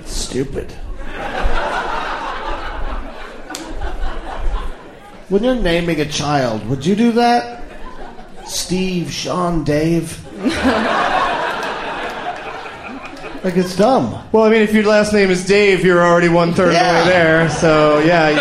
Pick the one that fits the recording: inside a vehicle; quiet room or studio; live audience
live audience